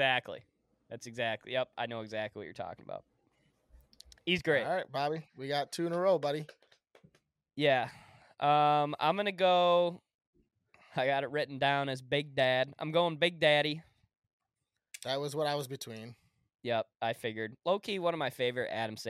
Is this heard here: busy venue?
no